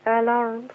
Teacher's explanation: شيل الهمزة خالص وتاخدي الفتحة تحطيها على مين. على اللام. · Term: النقل